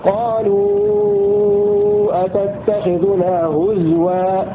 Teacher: وله إبدال همزة واو قالوا أتتخذنا هزوا بإسكان الزاي وإبدال همزة واو